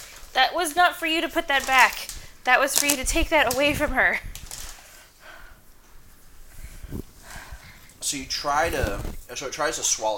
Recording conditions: sounds in the background